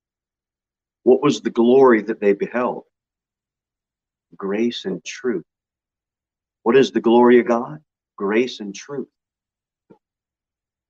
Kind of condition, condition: setting, large echoing room